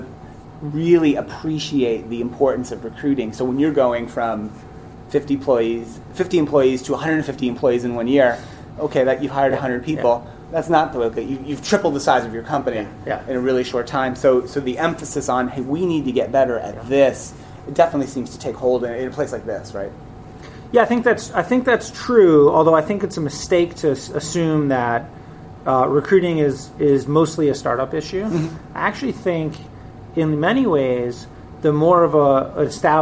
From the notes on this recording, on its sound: recorded live in San Francisco on site at Greenhouse Open, the customer event for recruiting technology provider Greenhouse